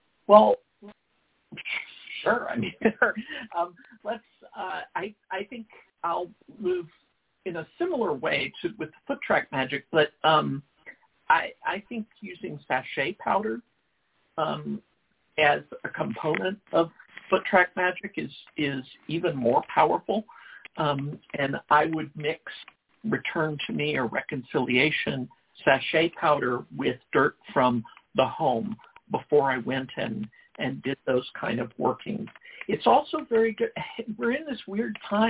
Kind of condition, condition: link, phone line